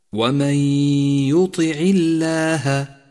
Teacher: النون الساكنة وبعدها حرف الياء، وهو حرف من حروف الإدغام بغنة، وقد لونت النون باللون الرمادي لأن أثرها سقط من اللفظ تماما